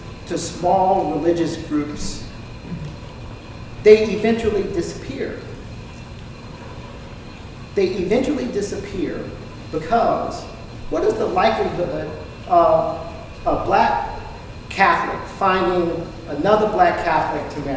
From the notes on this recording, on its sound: delivered this lecture on April 12, 2018 at the University of Chicago